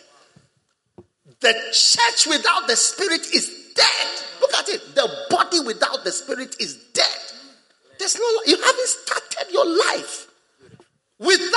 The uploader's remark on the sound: Preached at the First Love Center, Accra.